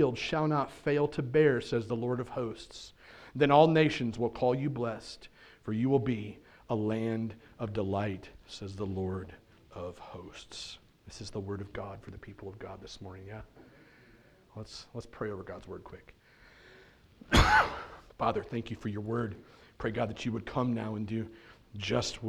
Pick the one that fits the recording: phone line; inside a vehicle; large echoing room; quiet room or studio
large echoing room